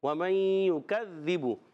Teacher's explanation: یکذب میں کاف کاف زبان کی جڑ تالو کے سخت حصے سے ادا ہوتا ہے